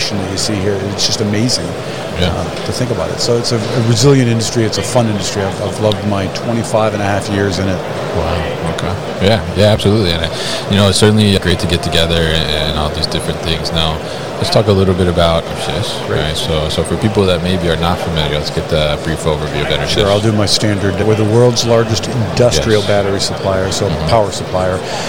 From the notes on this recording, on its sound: Enersys at MODEX 2022.